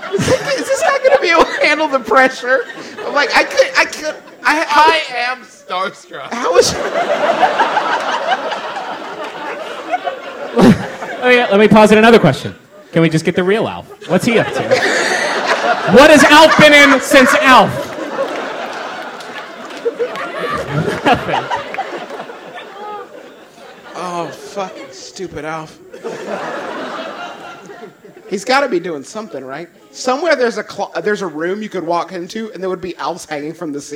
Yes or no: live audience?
yes